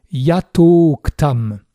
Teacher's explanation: Yata et uktam qui devient yatoktam. A long et ou fusionnant en o.